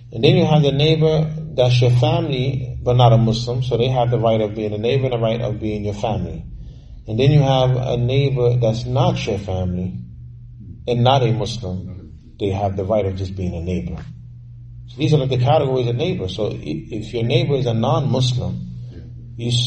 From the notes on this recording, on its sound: Lecture given at Masjid Nur Allah, Queens, NY